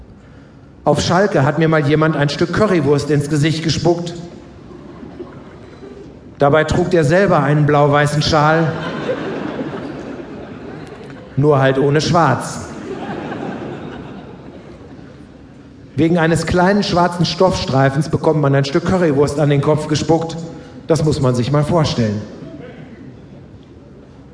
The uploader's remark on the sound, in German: 11FREUNDE Lesereise - Live. September 2015 in Braunschweig aufgenommen.